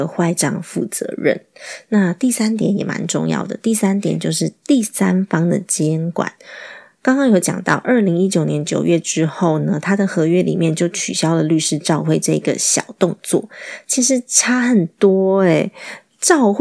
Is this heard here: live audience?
no